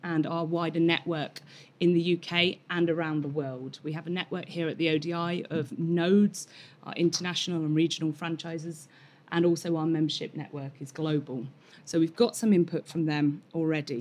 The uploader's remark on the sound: This Friday lunchtime lecture features an impromptu discussion.